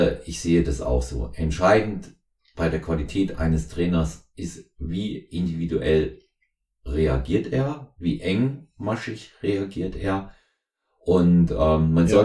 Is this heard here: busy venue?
no